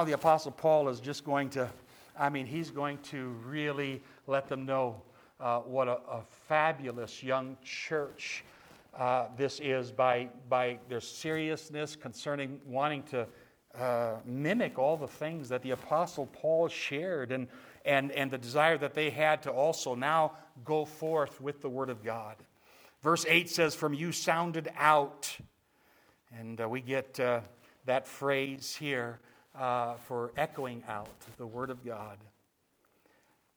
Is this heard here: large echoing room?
yes